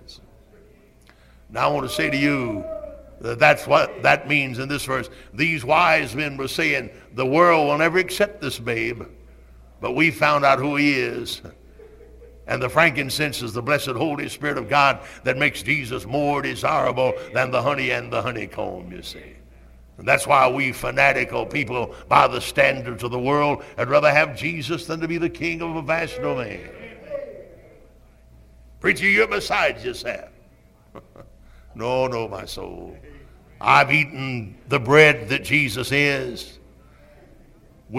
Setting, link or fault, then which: setting, large echoing room